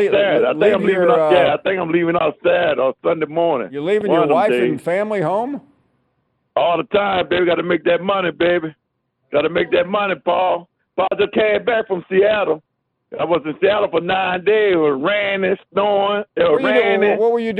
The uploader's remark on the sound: more of your phone calls